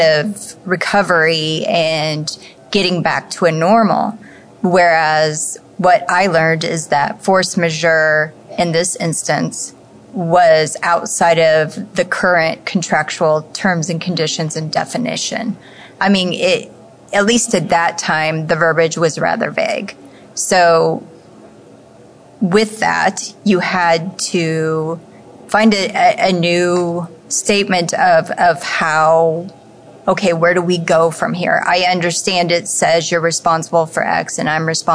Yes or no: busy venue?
yes